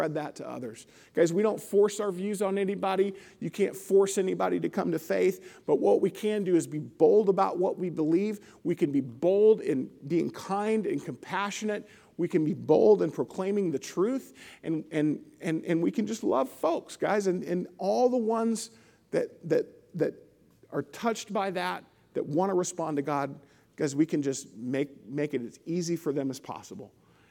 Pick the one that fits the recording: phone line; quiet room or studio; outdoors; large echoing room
large echoing room